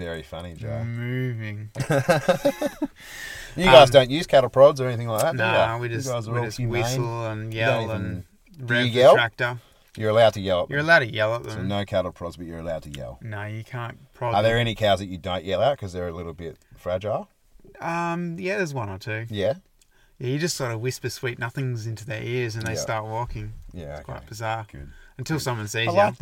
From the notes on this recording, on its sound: we recorded this episode in the car studio